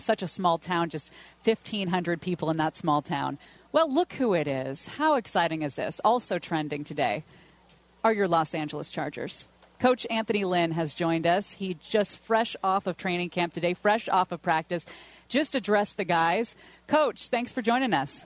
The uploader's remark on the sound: LIVE From Los Angeles Chargers Training Camp. Training camp at the Jack Hammett Sports Complex in Costa Mesa.